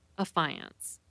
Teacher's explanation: Affiance, the verb, is pronounced with the emphasis on the middle syllable